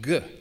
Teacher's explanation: Instead of unvoiced K, the Greeks used its voiced equivalent, the G sound